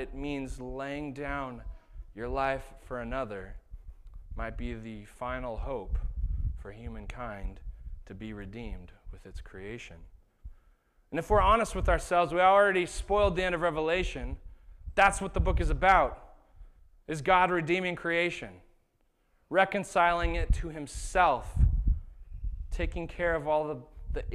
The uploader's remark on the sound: This was the sermon that was preached at Shelton Church of the Nazarene on August 25th, 2019.